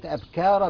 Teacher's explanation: أنا عايز تكون أبكارا بترقيق الكاف